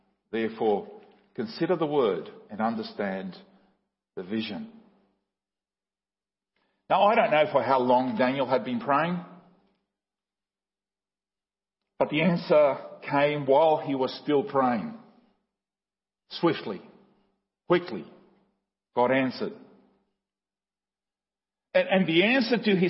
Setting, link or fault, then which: setting, large echoing room